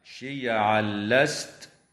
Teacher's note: ويدغم التنوين في اللام من غير غنة في قوله تعالى شيعا لست